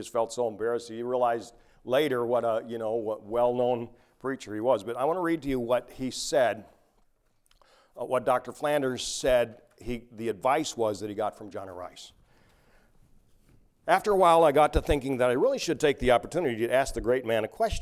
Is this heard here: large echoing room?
yes